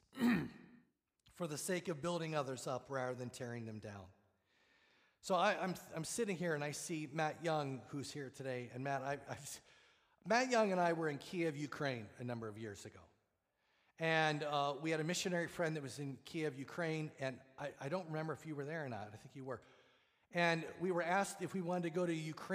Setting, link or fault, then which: setting, large echoing room